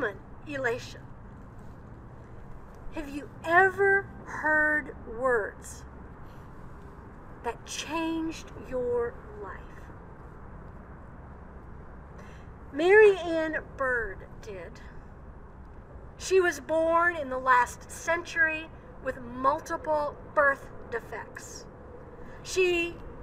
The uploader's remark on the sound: Old South Presbyterian Church - Worship on April 4, 2021. Recorded outside. Coming to you from Old South Presbyterian Church in Newburyport, MA.